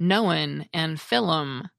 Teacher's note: many Aussies add a vowel to words like known and film, making them sound like known and film. · Term: apenthesis